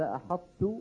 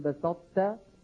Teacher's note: نطبق على طاء ونفتح على تاء · Term: الإطباق